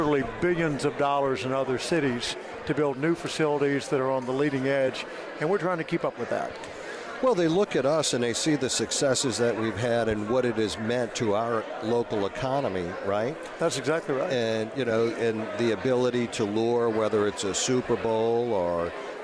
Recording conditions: busy venue